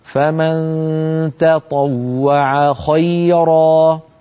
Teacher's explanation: علينا أن نرقق التاء ونفخم الطاء هكذا: فمن تطوع خيرا.